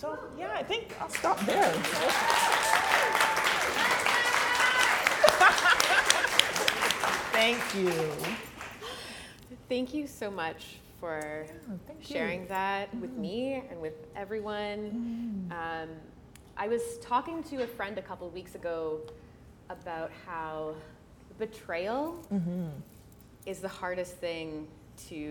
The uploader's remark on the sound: Recorded on December 14th at Reid’s Distillery